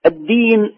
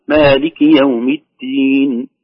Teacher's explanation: الدال والتاء من مخرج واحد، الدال محبوسة الصوت، التاء فيها همس